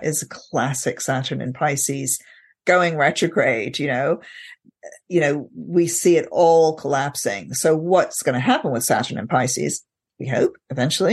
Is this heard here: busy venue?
no